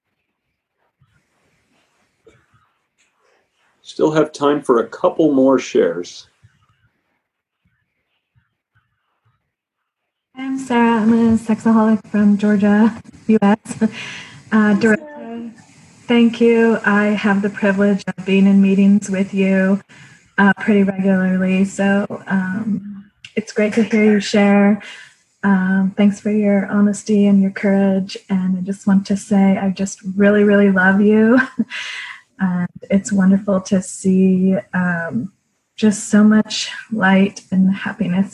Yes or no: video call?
yes